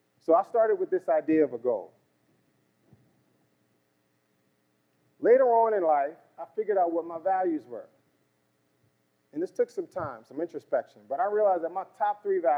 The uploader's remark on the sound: Leads a close knit discussion that fields questions and anecdotes from the audience.